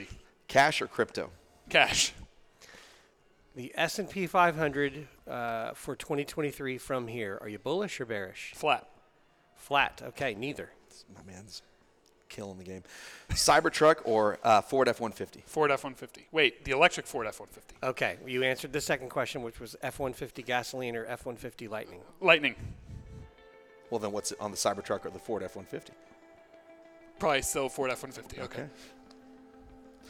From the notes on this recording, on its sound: Recorded at Pickering Energy Partners' PEP Rally: Capital Formation